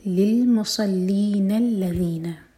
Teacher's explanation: جب دونوں آیتوں کو ملا کر پڑھیں گے تو آیہ نمبر 5 جو حمزۃ الوصل سے شروع ہو رہی ہے تب حمزۃ الوصل پرناؤنس نہیں ہوگا اور ہم ملا کر پڑھیں گے للمصلین الذین.